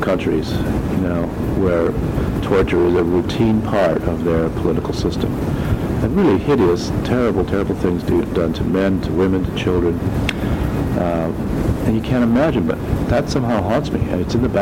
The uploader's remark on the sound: This was recorded on cassette so please excuse the old-fashioned noise in the background.